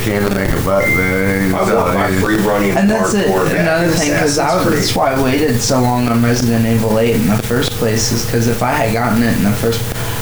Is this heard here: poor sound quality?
yes